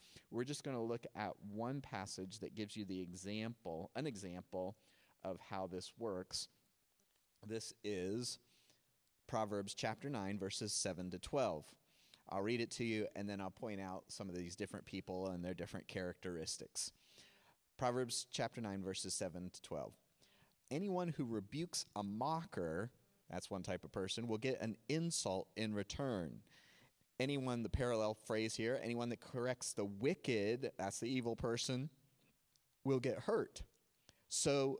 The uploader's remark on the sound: NOTE: The video is from Cornerstone Online, the audio is from Cornerstone In Gym.